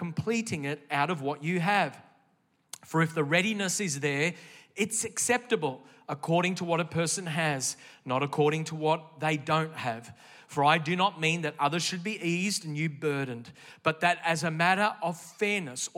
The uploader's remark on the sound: This message was originally recorded in the 11:30 AM service at the NEUMA Melbourne City location.